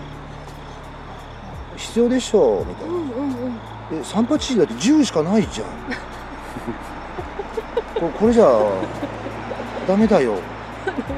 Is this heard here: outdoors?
yes